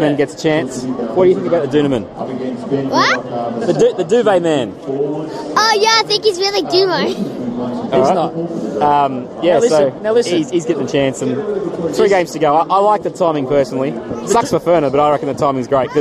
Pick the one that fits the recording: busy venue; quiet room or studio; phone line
busy venue